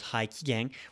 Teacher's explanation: We're going to kind of swallow that I as it kind of molds into the G.